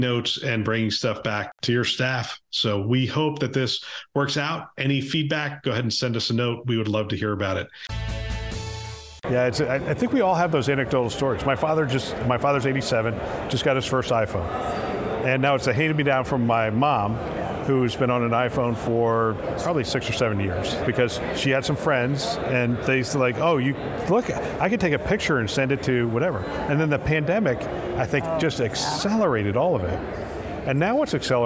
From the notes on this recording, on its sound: an Interview in Action live from CHIME